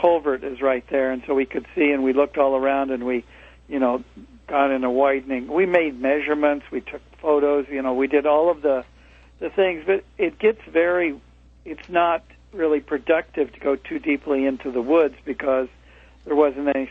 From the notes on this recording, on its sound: On the phone. Call in from the actual spot of the original sighting.